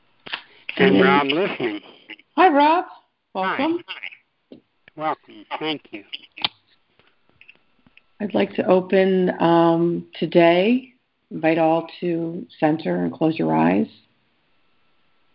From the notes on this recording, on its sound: ACIM Daily TEXT Conference Call